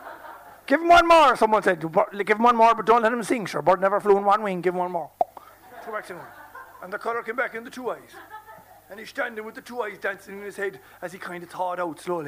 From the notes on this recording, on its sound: Performance at this year’s Lingo Festival. This audio was originally produced and broadcast live by Near FM with the support of the Broadcasting Authority of Ireland Sound and Vision scheme.